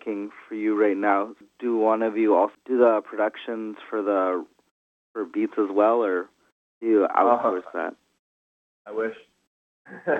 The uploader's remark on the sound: does a phone interview